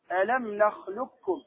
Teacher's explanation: ألم نخلقكم، يعني كأن القاف ليست موجودة، أدغمت القاف في الكاف إدغاما كاملا ذاتا وصفة · Term: الإدغام الكامل